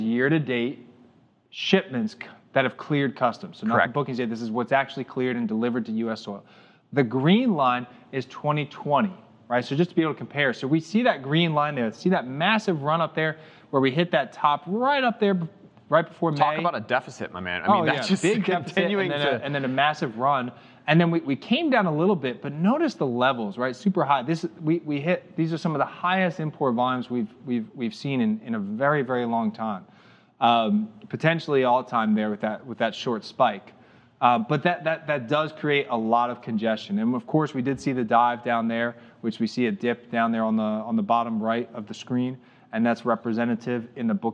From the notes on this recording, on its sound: Live from Global Supply Chain Week